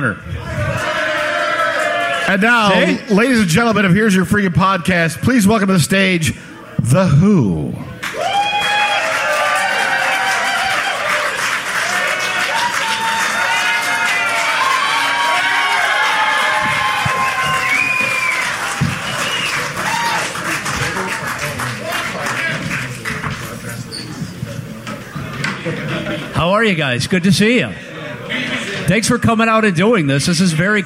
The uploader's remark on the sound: Live inside Stan's Room at Piere's.